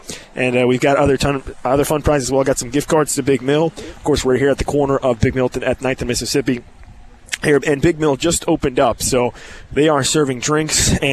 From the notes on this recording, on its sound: KU Tailgating Show at Big Mill. Live pregame show.